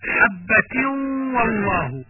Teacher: إدغام التنوين بغنة عند حرف الواو إدغاما ناقصا